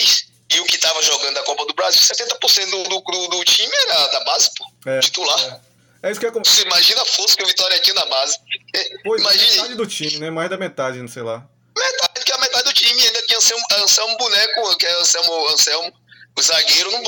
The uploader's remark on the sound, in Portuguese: por telefone com o ex-atacante